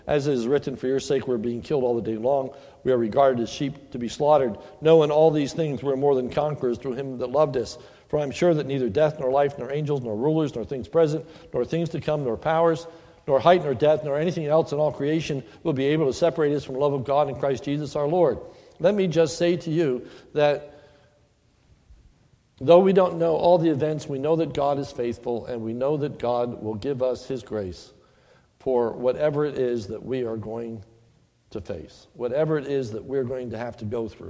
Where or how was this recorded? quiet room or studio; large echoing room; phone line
large echoing room